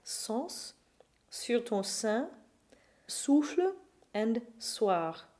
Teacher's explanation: an S at the beginning of the word is just a regular unvoiced S